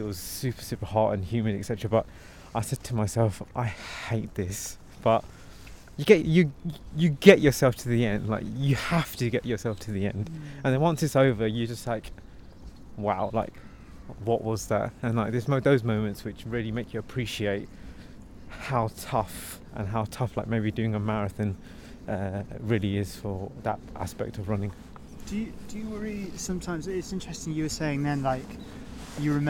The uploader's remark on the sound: Welcome to a bitterly cold Victoria park for a second time this week. Recorded live in the park. Took a stroll to chat.